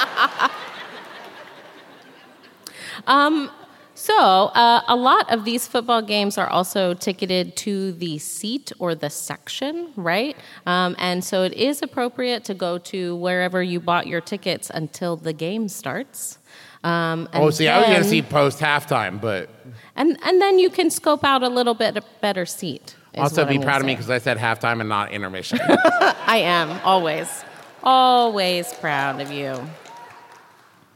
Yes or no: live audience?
yes